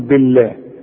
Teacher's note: مدام البه مكسورة بنرقق لفظ الجلالة